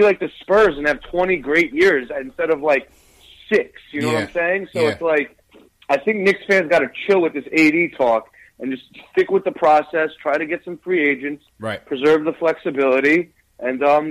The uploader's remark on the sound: Knicks Post Game Live. Take live phone calls from fans around the world.